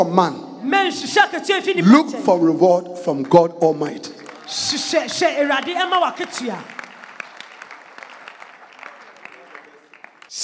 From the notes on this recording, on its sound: Preached at the Jesus Encounter Service